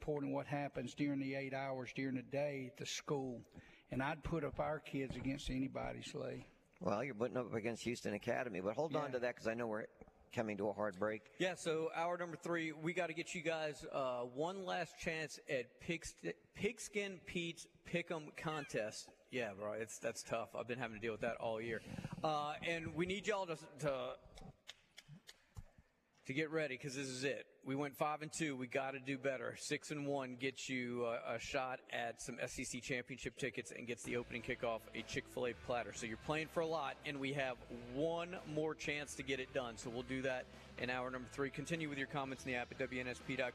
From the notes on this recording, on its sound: Playoff Gameday at Mobile Christian. LIVE at MCS on the morning of their playoff game against Houston Academy!